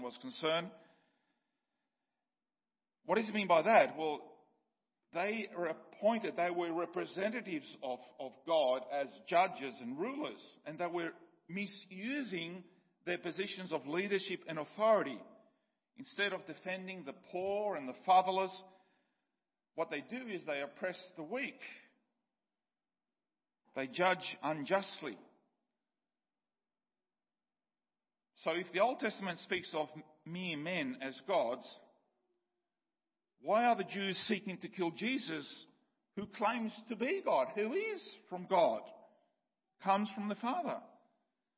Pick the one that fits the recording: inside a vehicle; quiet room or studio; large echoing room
large echoing room